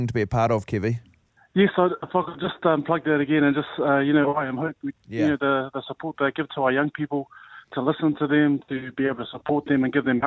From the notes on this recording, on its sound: We were joined on the phone